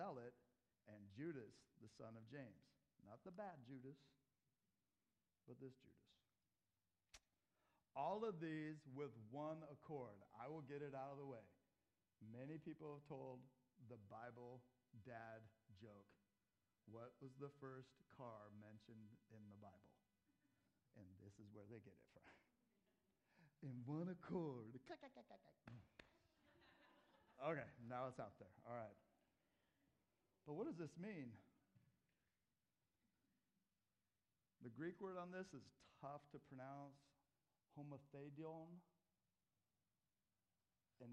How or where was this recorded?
large echoing room